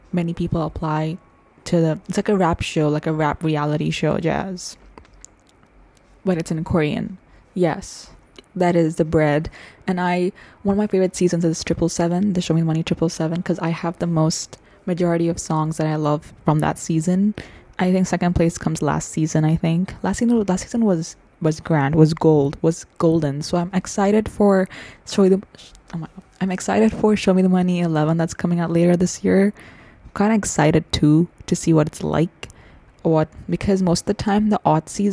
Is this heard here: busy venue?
no